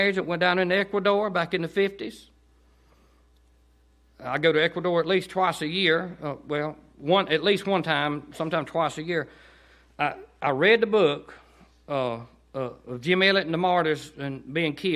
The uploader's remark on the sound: to Cottondale Baptist Church in Eastman, GA on 9/16/18 during the 6pm service